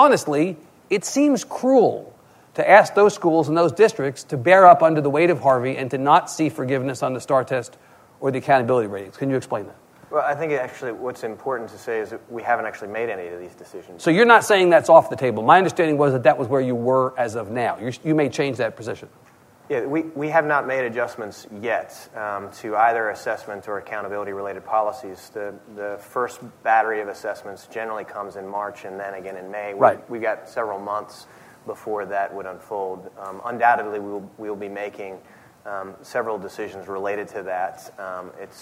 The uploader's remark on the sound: at The Texas Tribune Festival